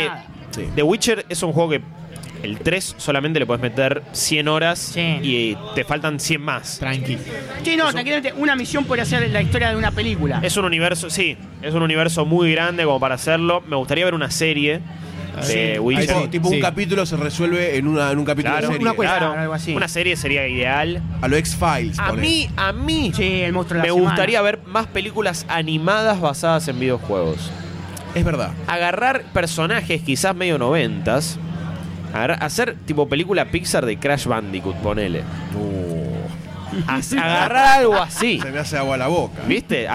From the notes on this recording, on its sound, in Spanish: mesa redonda grabada en la Popcon 2015